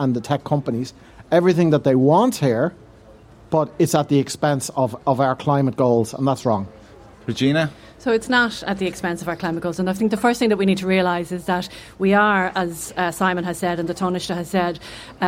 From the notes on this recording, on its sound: The series continued LIVE in The Queens Bar in Dalkey